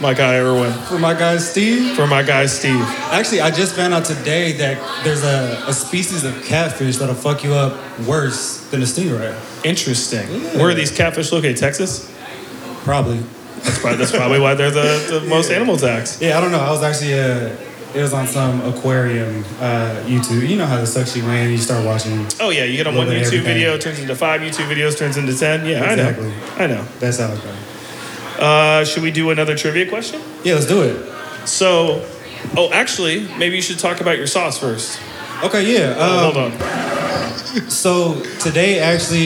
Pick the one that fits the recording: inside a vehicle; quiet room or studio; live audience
live audience